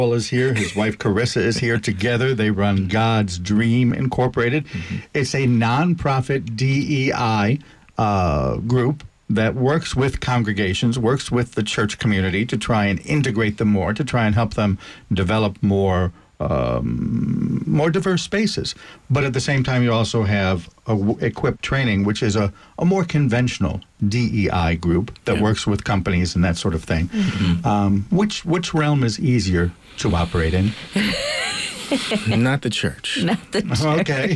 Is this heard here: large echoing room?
no